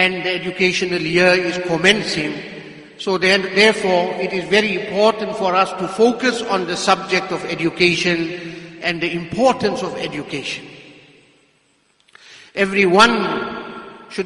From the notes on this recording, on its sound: Jumuah Lecture at Masjidus Salaam, Musgrave